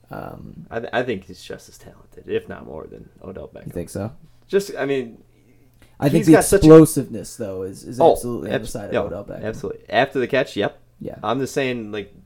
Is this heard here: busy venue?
no